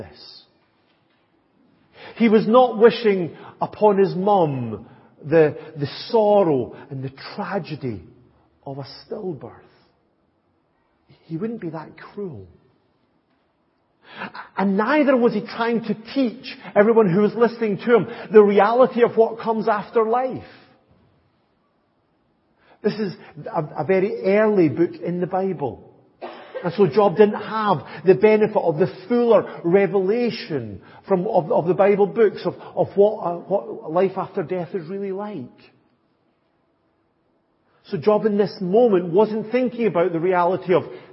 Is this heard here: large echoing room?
yes